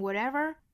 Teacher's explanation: 美音读成 whatever,变成了半浊音 flap t 闪音一闪而过